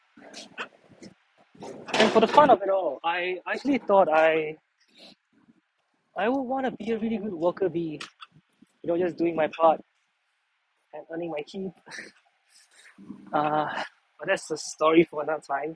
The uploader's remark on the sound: It was 4am in the morning and I was taking a walk out and I decided to go on a rambling… it’s been awhile since I’d recorded an episode so raw (outside).